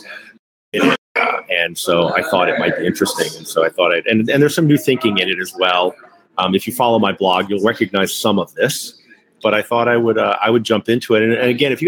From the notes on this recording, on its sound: Live at the AAMA Annual Meeting (Part 1). Where all the amusement manufacturers gather each year to showcase their new products to distributors.